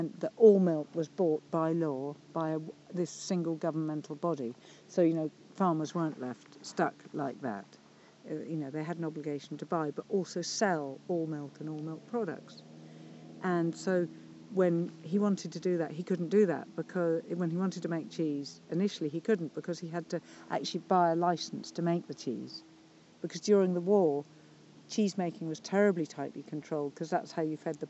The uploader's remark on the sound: This week's episode was recorded in a stunning pasture